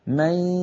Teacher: إدغام بغنة تخرج من الفم ياء ومن الأنف غنة في الوقت نفسه